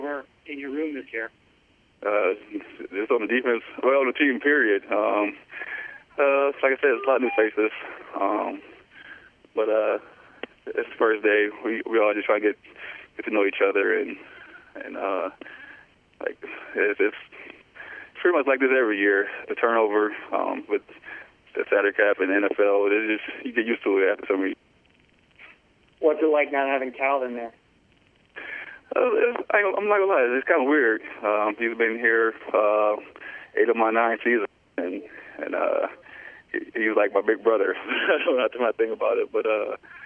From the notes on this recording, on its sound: Conference Call. Returns to the Facility and Speaks with the New York Media.